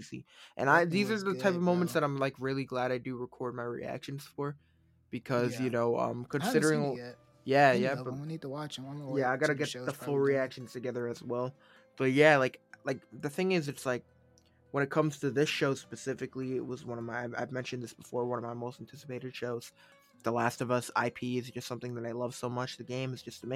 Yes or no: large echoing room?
no